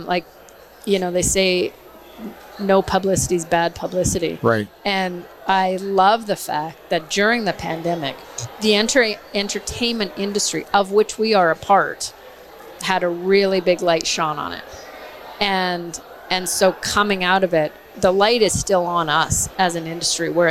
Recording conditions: busy venue